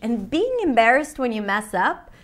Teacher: notice how she goes high in pitch · Term: pitch wave